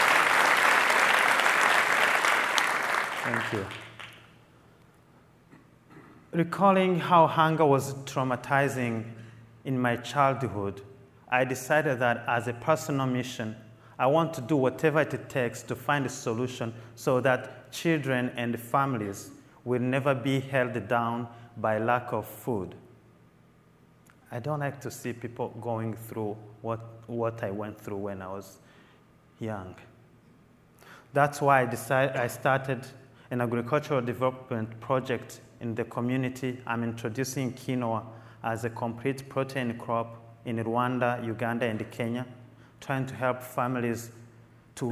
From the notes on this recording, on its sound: Keynote at Mastercard Leadership Conference